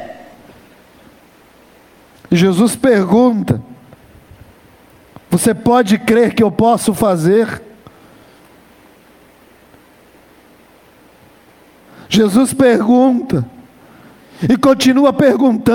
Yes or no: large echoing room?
yes